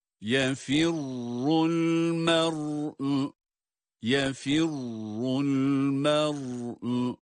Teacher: Bakınız, burada ra şeddeli ve ötre harekesi alması itibariyle fa harfinden esre ile ra'ya geçer geçmez ra'yı kalın olarak okuyoruz · Term: ra kalın